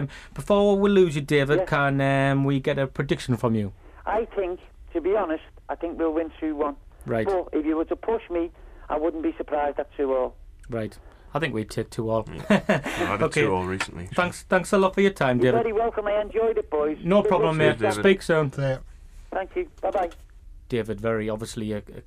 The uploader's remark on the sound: In the studio. On the phone.